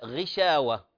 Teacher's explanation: لاحظوا، انتبهوا، لما أقول مثلا غشاوة، الغين هنا ليست مرققة، لا نستطيع أن نقول أنها مرققة